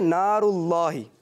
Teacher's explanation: اچھا ایک اور بات میں آپ کو بتاتا ہوں اور وہ یہ ہے نار اللہ، یہ ہے اللہ پاک کا لام. اس کو ہمیشہ موٹا پڑھنا ہے